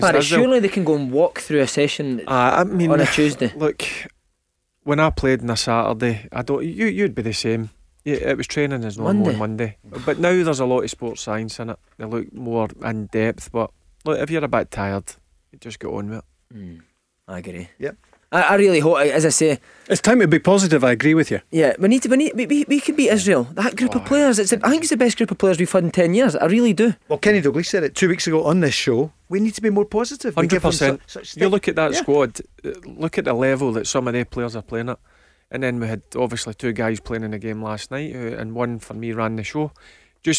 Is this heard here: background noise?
no